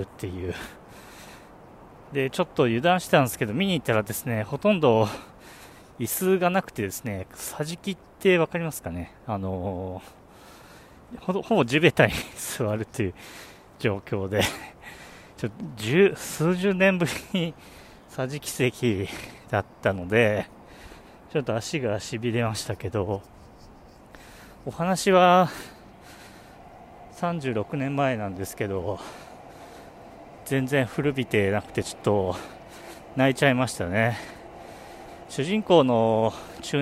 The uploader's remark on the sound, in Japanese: お散歩収録。夜の新宿を歩きながら収録しました。